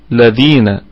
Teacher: واللام شمسية مضغمة في مثلها، يعني علة الإضغام هنا التماثل